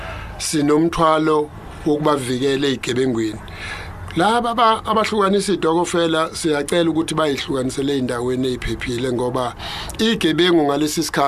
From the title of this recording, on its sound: Interviewed at the festive season launch in durban